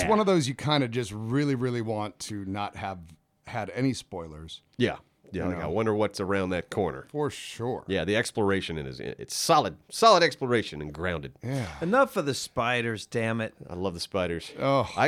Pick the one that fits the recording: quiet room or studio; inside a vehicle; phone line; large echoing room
quiet room or studio